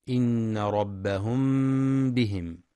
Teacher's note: ينتبه القارئ لغنة النون المشددة في إن ولإخفاء الميم الساكنة إخفاء شفويا عند الباء